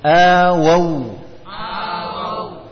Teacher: bibirnya dihimpun ke depan